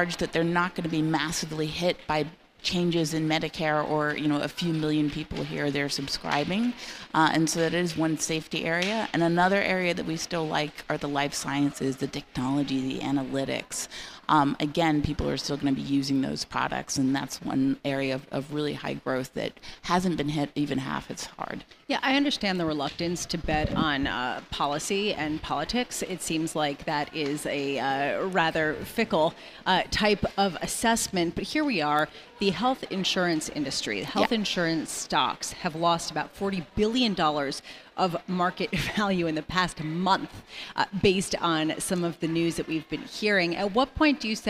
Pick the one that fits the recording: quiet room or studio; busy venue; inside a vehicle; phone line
busy venue